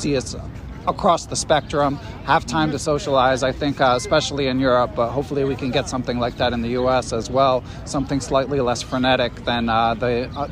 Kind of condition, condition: setting, outdoors